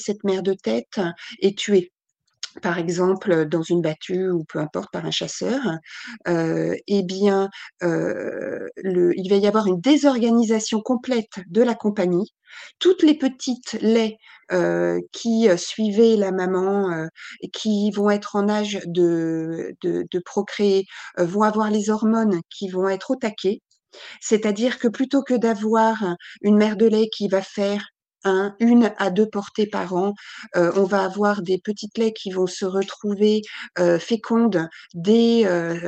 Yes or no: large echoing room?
no